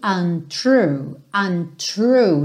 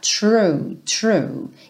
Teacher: Lembra que tem um arzinho aí saindo nesse TR, tá?